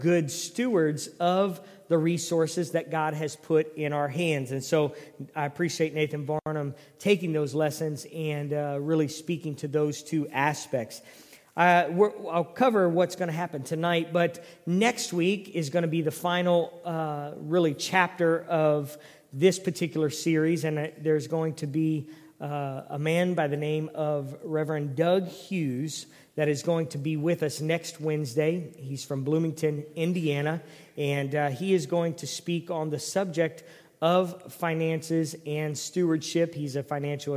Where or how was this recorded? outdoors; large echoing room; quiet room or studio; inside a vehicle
large echoing room